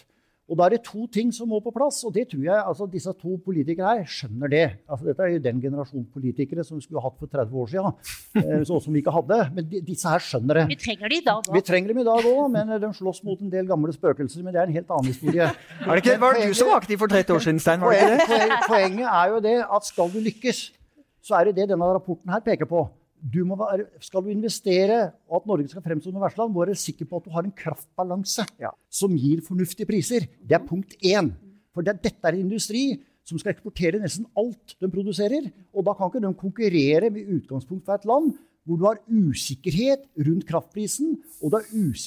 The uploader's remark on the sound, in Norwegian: I denne episoden hører du opptaket fra panelsamtalen under årets lansering av DNVs Energy Transition Outlook Norway på oppdrag fra Norsk Industri.